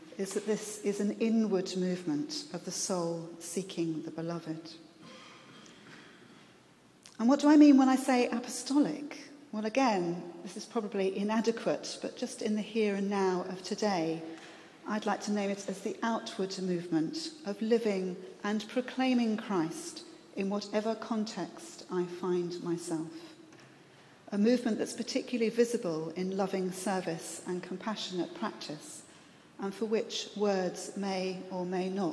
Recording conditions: live audience